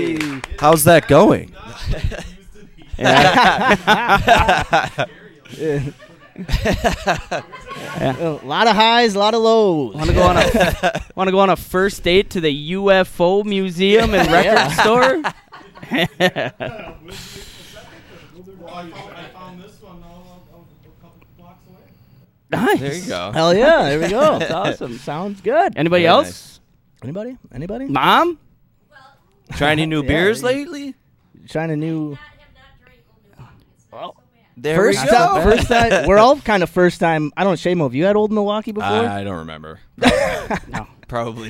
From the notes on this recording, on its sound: We recorded the episode live on location at The GB UFO Museum Gift Shop and Records